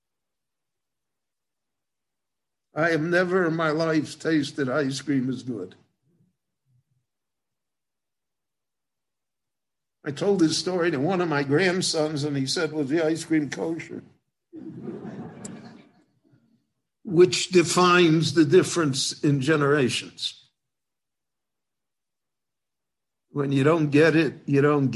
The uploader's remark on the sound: Book Launch. This lecture was given in Jerusalem.